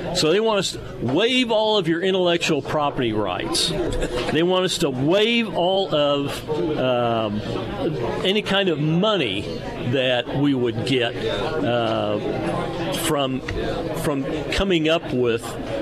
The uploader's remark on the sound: live at Scramblers Diner for Heroes Breakfast